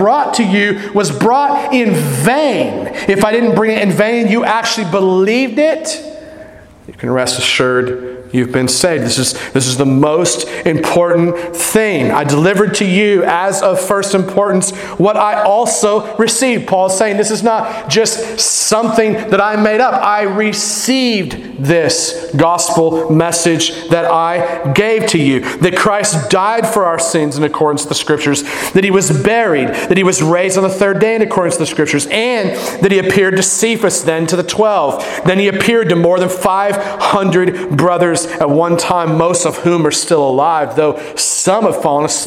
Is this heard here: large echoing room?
yes